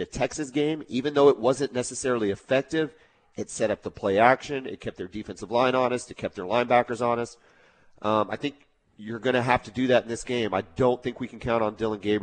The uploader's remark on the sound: LIVE FROM BROWN OHAVER